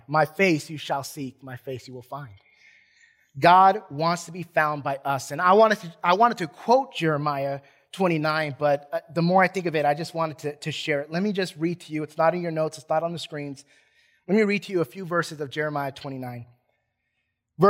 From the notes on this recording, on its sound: Recorded from South Gate Fellowship in Duncanville, TX on Sunday, June 6 2021.